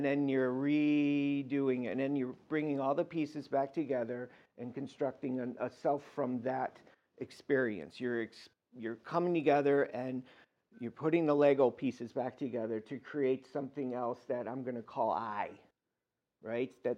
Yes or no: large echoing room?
yes